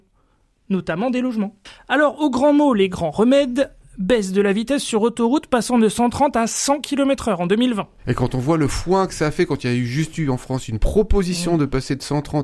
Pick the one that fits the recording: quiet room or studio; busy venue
quiet room or studio